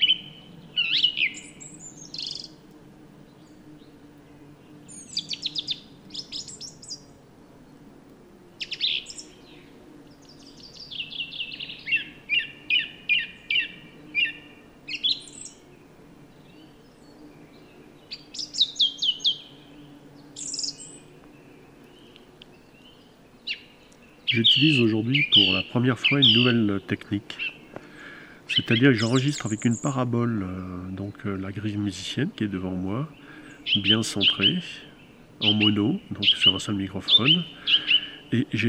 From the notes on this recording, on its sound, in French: La météo est ensoleillée et le vent absent. Je fais une balade en forêt où je teste un nouveau système de captation. Une Grive musicienne (Turdus philomelos) et des bourdons butinant des saules sont mon premier sujet d'essai.